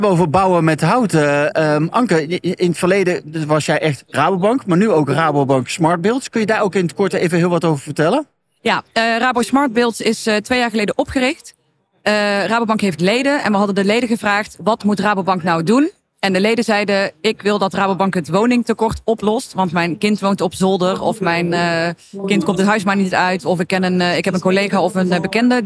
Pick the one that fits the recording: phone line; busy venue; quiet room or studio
busy venue